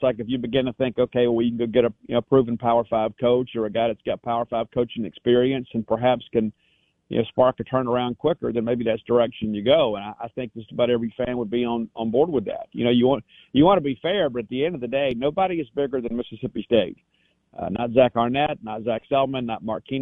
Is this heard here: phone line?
yes